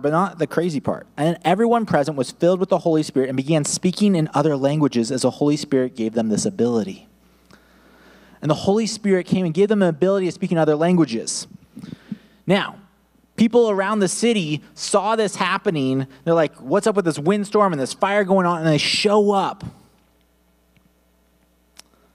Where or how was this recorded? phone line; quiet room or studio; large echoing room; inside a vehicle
large echoing room